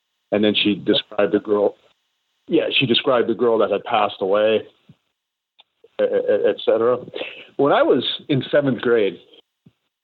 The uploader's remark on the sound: a chance phone call to the Paranormal Portal phone line